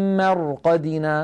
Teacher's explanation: نلاحظ هنا الراء ساكنة قبلها مفتوح فنفخمها وكأنها راء وكأنها مفتوحة